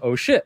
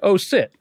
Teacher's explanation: And the challenge here, you asked about language, is that sometimes in the Gujarati language and a few other Indian languages, the SH sound is sometimes switched with an S sound · Shown in: second take